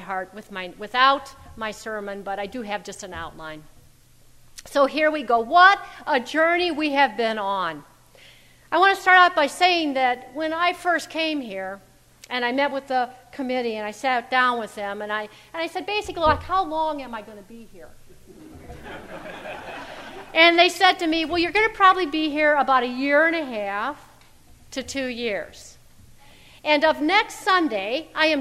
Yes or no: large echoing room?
yes